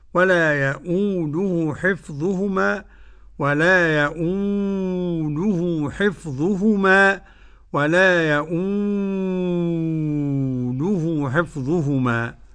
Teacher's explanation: ولا يؤوده، ده إيه مد بدل، قرأ ورش بثلاثة البدل